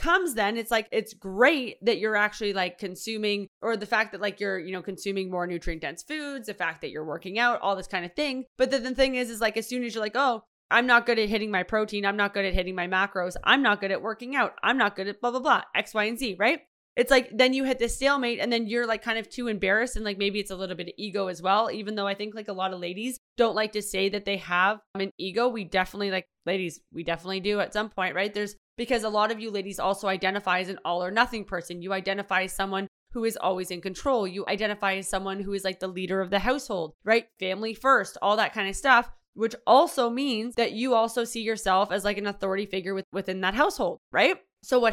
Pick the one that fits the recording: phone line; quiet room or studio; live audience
quiet room or studio